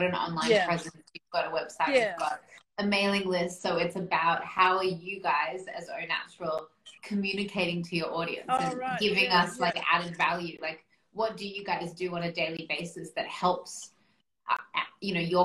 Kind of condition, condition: link, video call